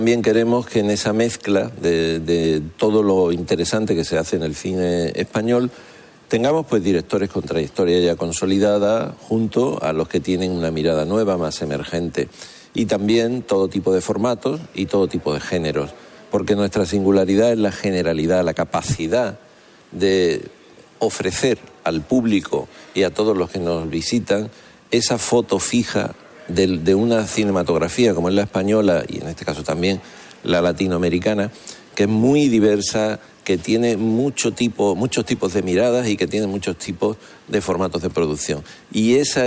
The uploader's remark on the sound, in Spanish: Nos trasladamos en directo hasta el Teatro Cervantes de Málaga para inaugura el Festival de Cine de Málaga.